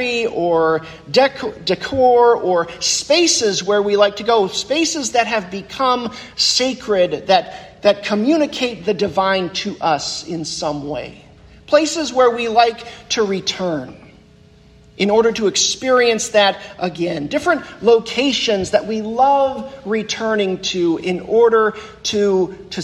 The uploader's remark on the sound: The sermon that I preached at Christ UCC in Orrville, Ohio on Sunday, November 5th, 2023.